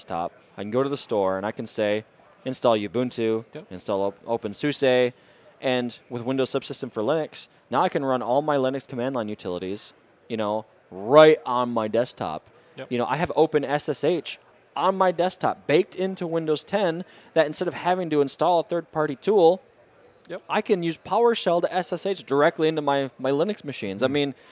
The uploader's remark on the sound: recorded at Microsoft Ignite in Orlando